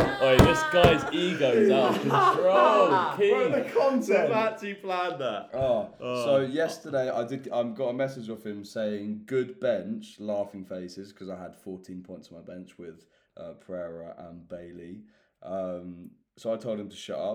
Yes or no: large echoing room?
no